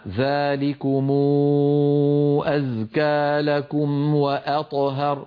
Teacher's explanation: هناك تناوب بين الحروف بين التفخيم والترقيق. أ مرققة، ط مفخمة، ه مرققة، هر الراء مفخمة